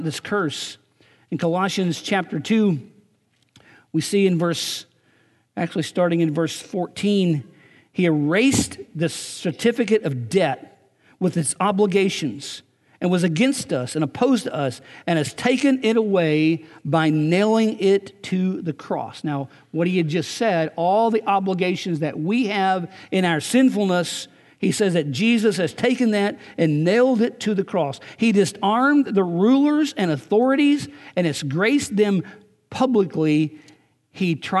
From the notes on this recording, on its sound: Recorded on March 31, 2019 at Graceland Baptist Church in New Albany, Indiana.